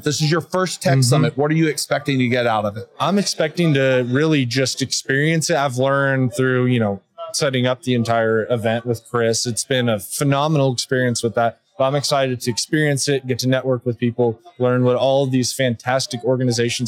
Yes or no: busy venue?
yes